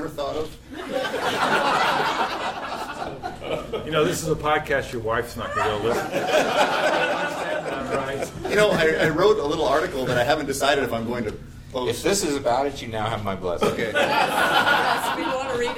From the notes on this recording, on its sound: Recorded live at the Out of Chicago Conference.